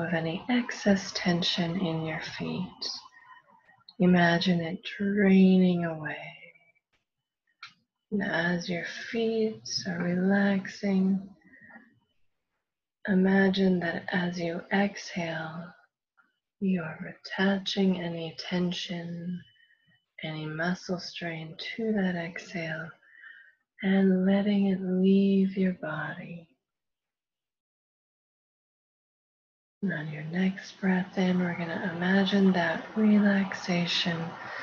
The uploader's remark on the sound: Prerecorded LIVE workshop. This is a recording of a weekly live workshop, hosted virtually.